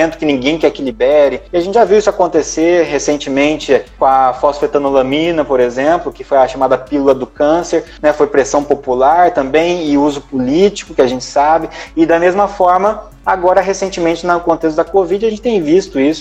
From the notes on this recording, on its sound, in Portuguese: Este episódio e a extração do áudio da live. No projeto Neuro a/Live.